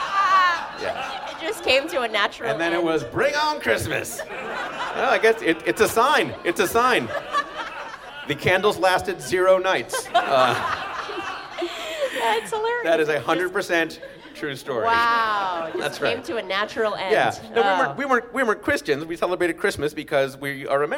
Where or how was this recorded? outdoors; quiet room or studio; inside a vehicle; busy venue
busy venue